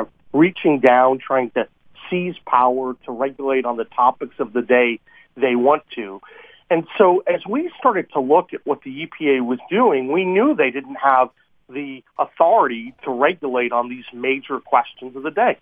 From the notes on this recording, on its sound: joined on the phone